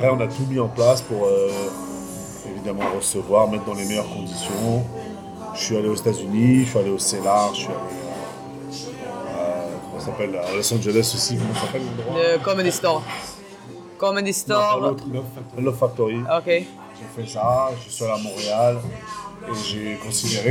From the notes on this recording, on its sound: All my episodes in Paris were recorded in the Paname. We've had some special guests who stopped to say hello.